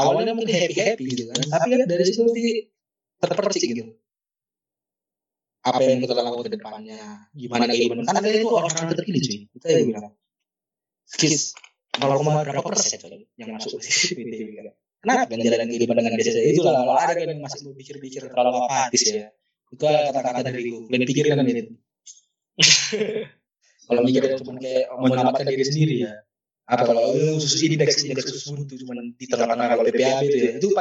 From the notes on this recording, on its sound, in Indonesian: Mohon maaf untuk kualitas audio yang cukup buruk.